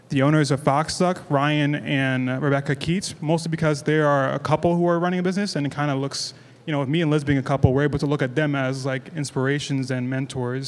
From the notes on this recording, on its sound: LIVE at ASSETS at 30. Recorded during the ASSETS at 30 celebration in September 2023.